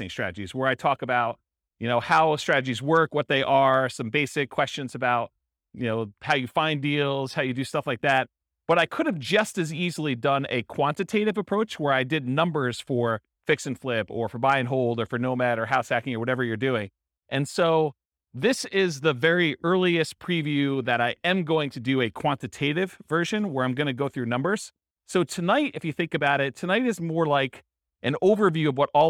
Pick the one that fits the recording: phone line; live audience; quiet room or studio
live audience